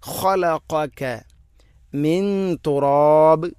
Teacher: ഖലഖക മിൻ തുറാബ് ഇഖ്ഫാ ബിഗുന്ന. സുക്കൂനുള്ള നൂനിന് ശേഷം ത അവിടെ നൂനിനെ അവ്യക്തമാക്കി മണിക്കണം